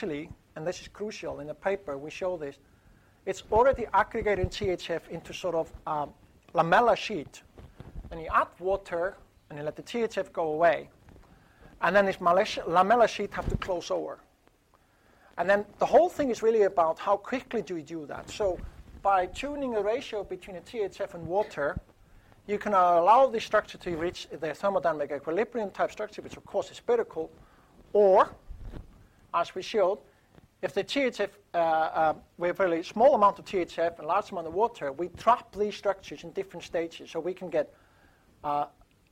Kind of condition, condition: setting, large echoing room